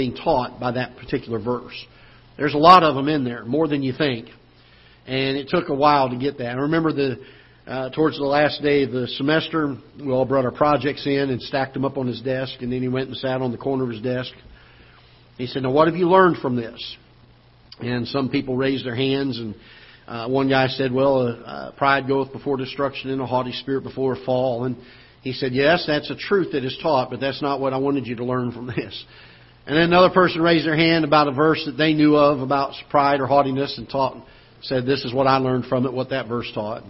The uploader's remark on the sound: Ketha Heights Baptist Church ~ Live Broadcast